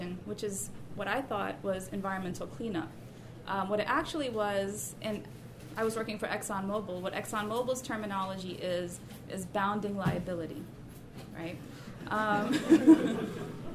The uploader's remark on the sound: Recording of the May 4, 2016 launch of the fifth issue of The Funambulist Magazine 5 (May-June 2016) dedicated to Design & Racism.